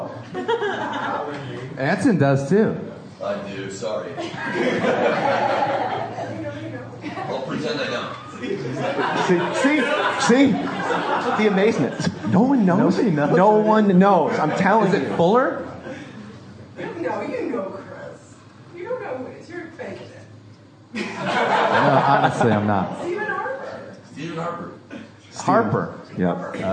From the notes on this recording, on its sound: LIVE ENORMOCAST! I post up a virtually unedited recording of the very first Live Enormocast. Recorded Saturday morning, April 27th at Steve’s Guitars in Carbondale, and during the 5Point Film Festival.